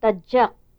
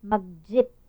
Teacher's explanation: The following words illustrate alveolar affricates.